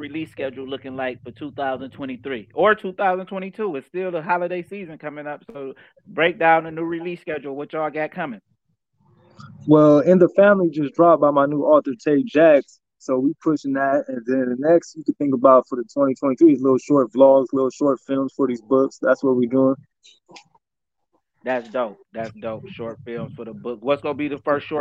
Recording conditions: video call